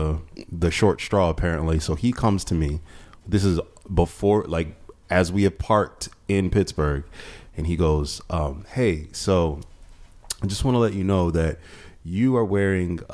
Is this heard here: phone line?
no